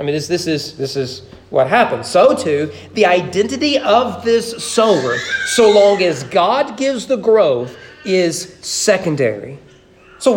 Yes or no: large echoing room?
yes